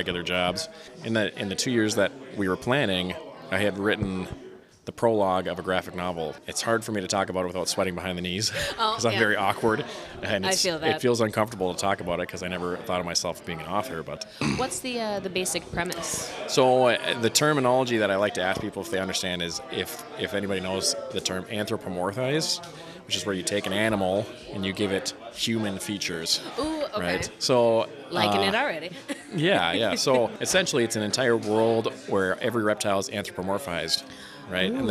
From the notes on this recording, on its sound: Live at The Loch. Owners of The Loch Cafe and Games, for letting us record in your space.